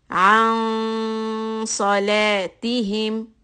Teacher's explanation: for sod, do not round the lips. Just raise the back and hold it. · Term: heavy letter sad